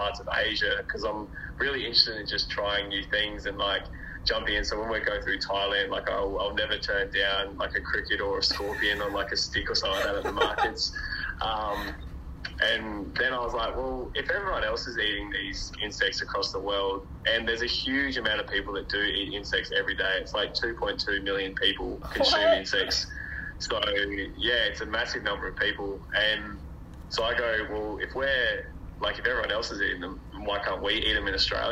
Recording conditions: poor sound quality